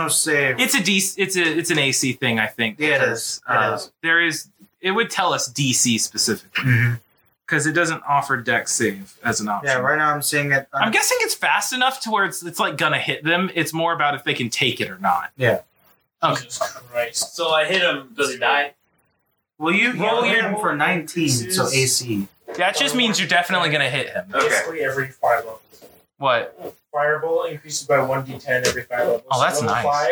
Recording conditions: poor sound quality